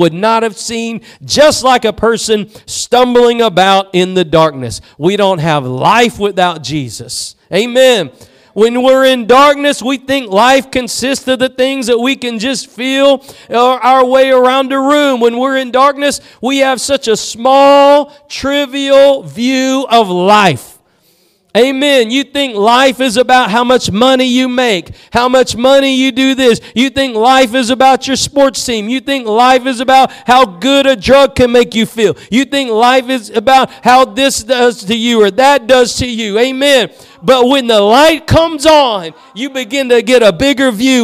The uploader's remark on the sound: Preached at Gospel Lighthouse in Bossier City, La.